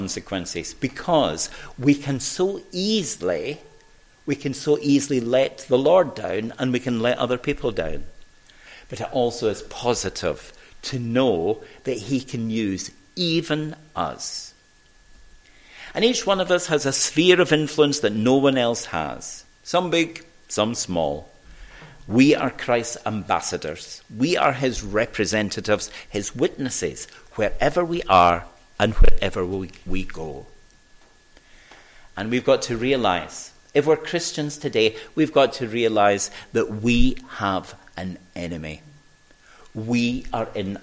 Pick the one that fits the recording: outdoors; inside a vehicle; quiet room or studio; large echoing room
large echoing room